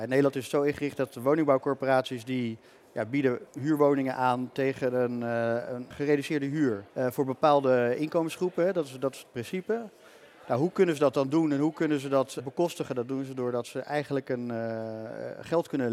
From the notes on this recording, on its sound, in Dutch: live vanaf het cardano-podium op Fund Seminar 2023